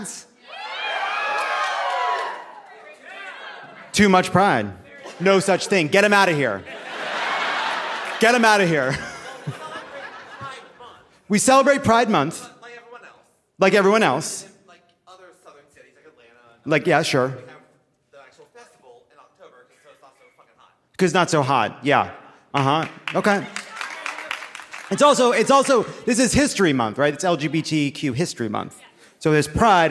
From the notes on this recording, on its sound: Live from Chattanooga!